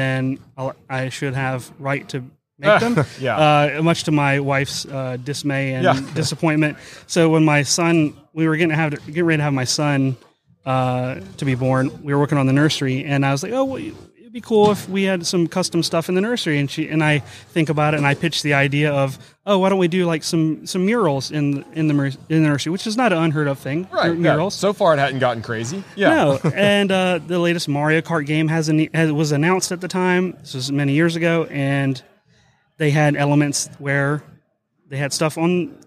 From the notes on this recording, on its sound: LIVE from WORKBENCHcon 2022